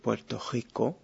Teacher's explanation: Es decir, ya esta no es una asimilación, sino que más bien es como una uvulación. Esa es una R uvular la que se oye en estos casos.